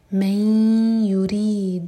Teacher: ادغام غنہ کے ساتھ تو میک شیور کہ دو سیکنڈس کا ٹائم دیں اور ناک میں آواز لے جائیں